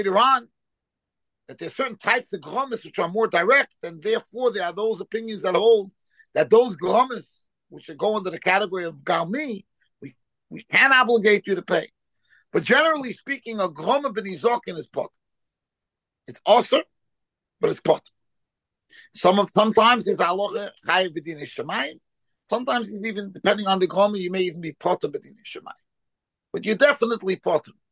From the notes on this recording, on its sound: Shiur given over Zoom.